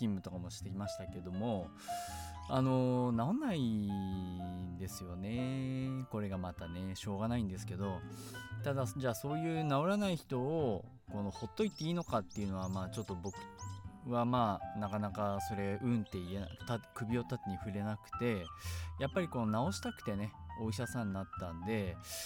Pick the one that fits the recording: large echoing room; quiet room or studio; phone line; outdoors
outdoors